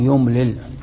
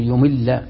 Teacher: قال فليكتب تأكيد، وليملل، قال يملل أي يمل، يعني ممكن أن تفك الإدغام، ممكن أن تدغم اللام باللام